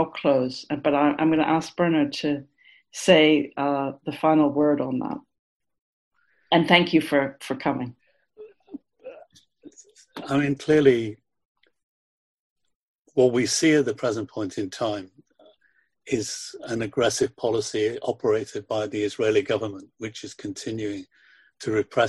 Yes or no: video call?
yes